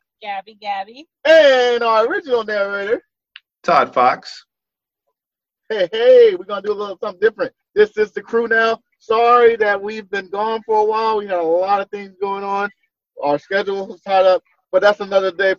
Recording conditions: video call